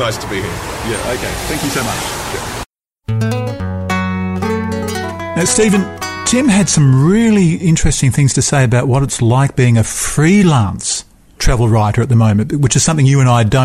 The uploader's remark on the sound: outside a Rokeby Road cafe